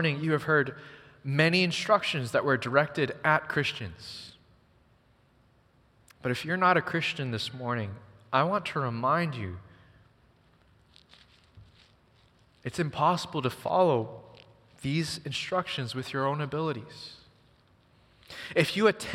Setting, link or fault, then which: setting, large echoing room